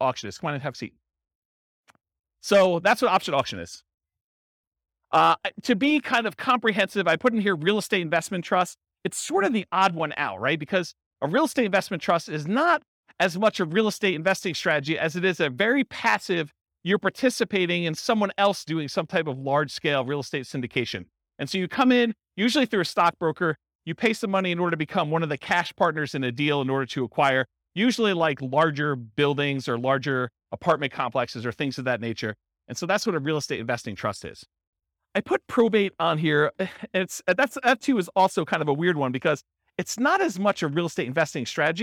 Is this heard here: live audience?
yes